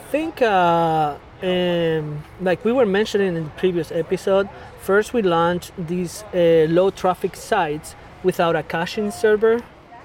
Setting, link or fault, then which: setting, outdoors